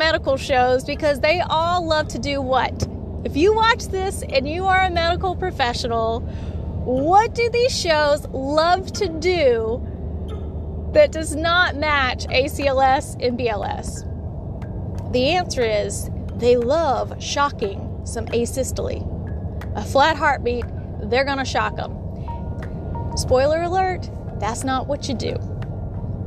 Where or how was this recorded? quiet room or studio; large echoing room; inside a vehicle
inside a vehicle